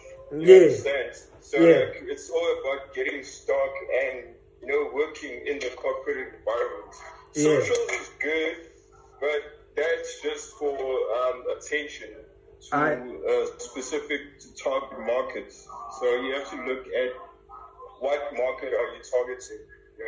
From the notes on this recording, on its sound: Had a telephone Call